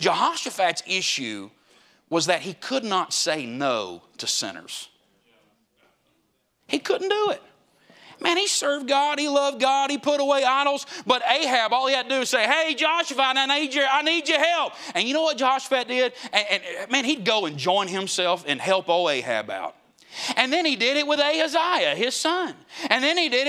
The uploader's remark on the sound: Preached at the Gateway Baptist Church Jubilee in Boiling Springs, SC.